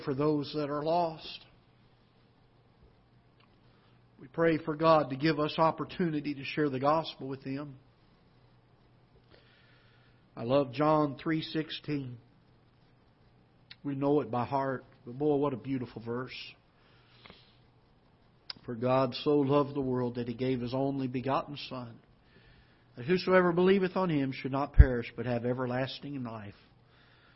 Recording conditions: large echoing room